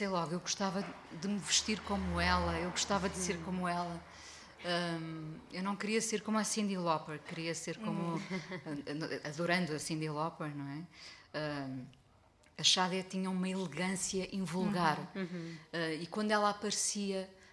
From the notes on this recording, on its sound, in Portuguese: em mais um episódio do Salt Peanuts ao vivo na Chasing Rabbits